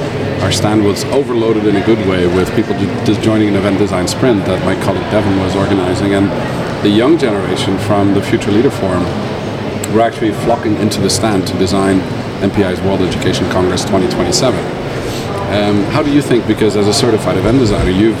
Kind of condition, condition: setting, busy venue